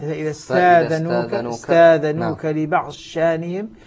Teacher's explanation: تدغم الضاد في الشين وتصبح شينا مشددة